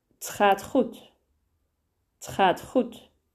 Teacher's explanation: het becomes a very soft t sound